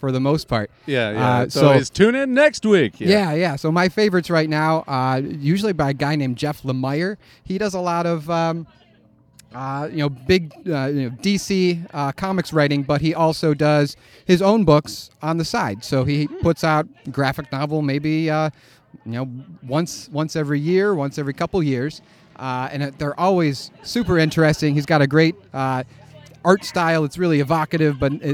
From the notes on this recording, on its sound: Pharmhouse Wellness Art Market. If you were in Grand Rapids. 6 interviews conducted outdoors at my booth. If you hear people in the background, that's just the toke tent folks having fun.